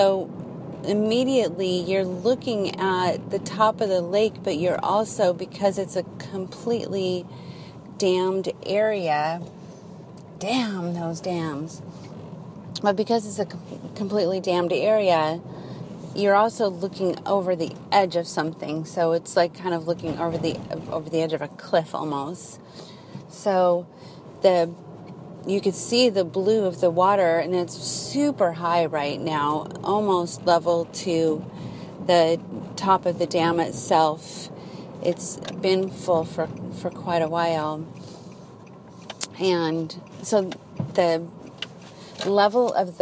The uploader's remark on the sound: I drive around and record while visit Penryn.